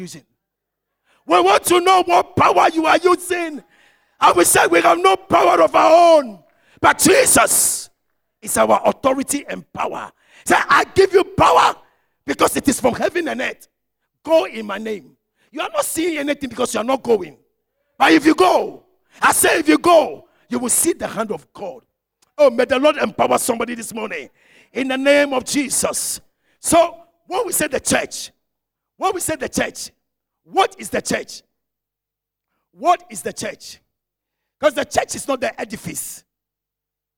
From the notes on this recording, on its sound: Sermon preached at CBC Shiashie Campus